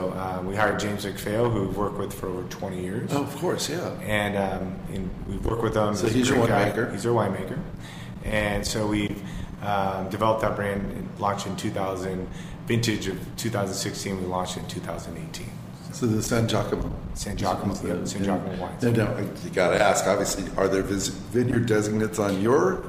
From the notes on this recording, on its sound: In the fourth installment of the Healdsburg Wine and Food Experience series, live from the Hotel Healdsburg.